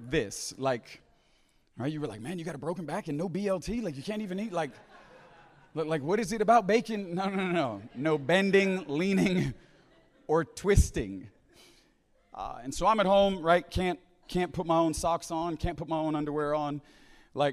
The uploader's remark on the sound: at the Deeper Conference hosted by Home Church in Long Island, NY.